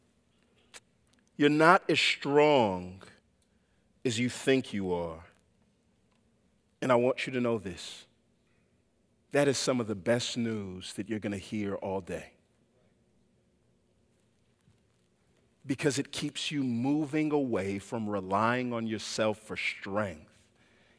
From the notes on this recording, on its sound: Preached this sermon at Covenant Fellowship Church on May 28, 2023.